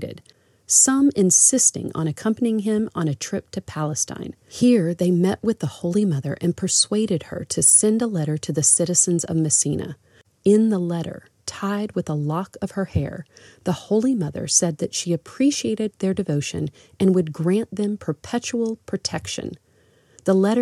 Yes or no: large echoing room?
no